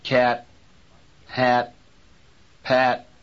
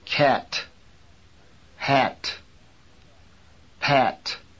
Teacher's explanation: the T explosion is released slowly and is not audible · Shown in: first take